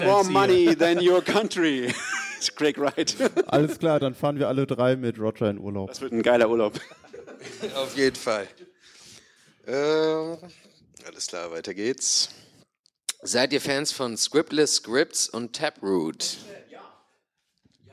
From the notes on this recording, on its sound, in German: Die wir in Kooperation mit dem CryptoMonday am 18.3. Live vor Publikum aufgezeichnet haben. Eine knappe Stunde lang Fragen von den Zuschauern.